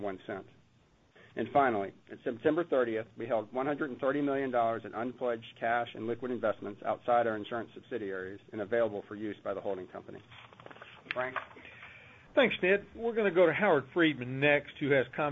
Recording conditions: phone line